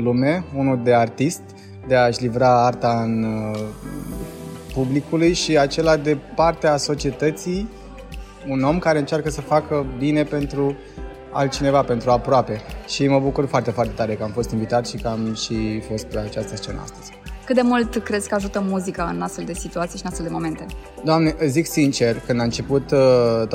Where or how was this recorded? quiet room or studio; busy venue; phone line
busy venue